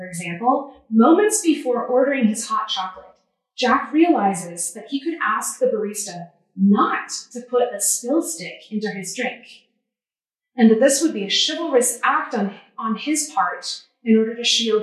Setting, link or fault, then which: setting, large echoing room